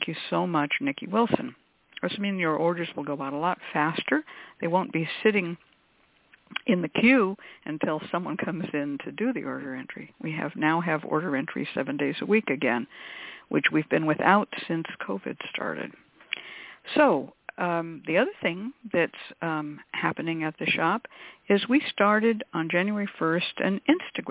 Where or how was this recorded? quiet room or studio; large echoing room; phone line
phone line